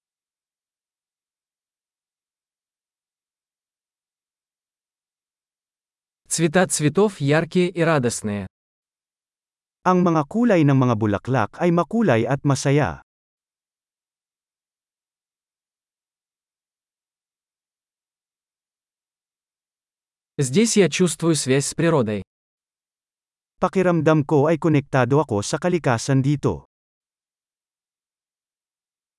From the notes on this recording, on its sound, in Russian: Шум журчания ручья